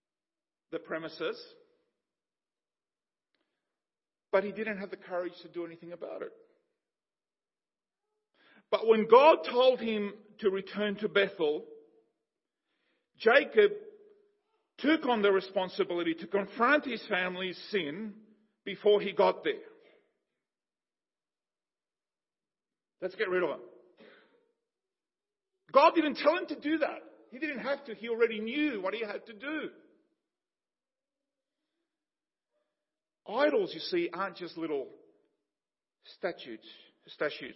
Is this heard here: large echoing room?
yes